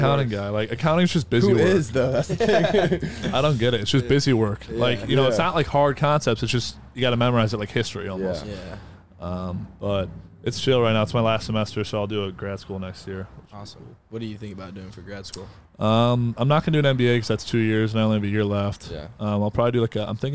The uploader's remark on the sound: in the truck